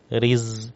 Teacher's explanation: Zai ini sifatnya rakhawah. Jadi harus mengalir. Mengalir itu pendengar selagi nafas panjang itu bisa dipanjangkan.